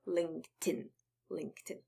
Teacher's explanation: So T is attached to the beginning of IN and not to the end of link. So LinkedIn, LinkedIn. · Term: linking